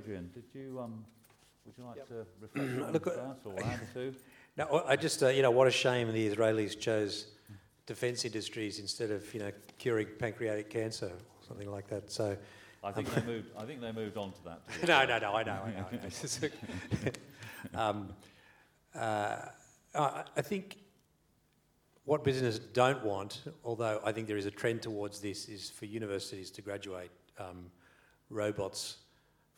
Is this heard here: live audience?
yes